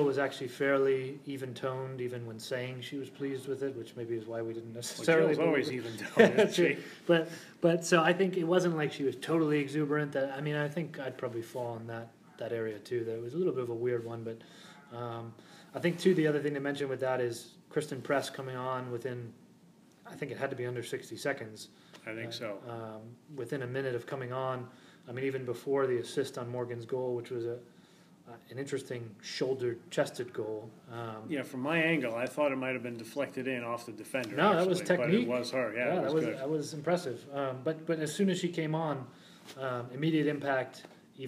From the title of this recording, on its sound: Live from the SheBelieves Cup